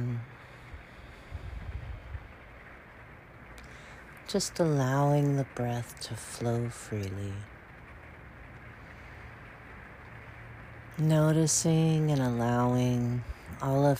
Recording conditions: sounds in the background